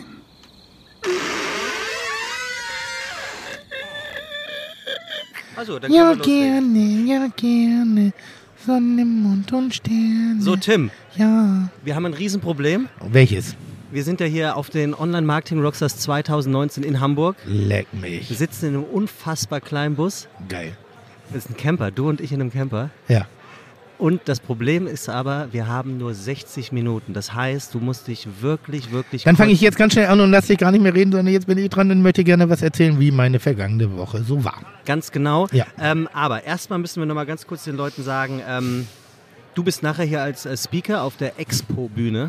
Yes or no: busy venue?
yes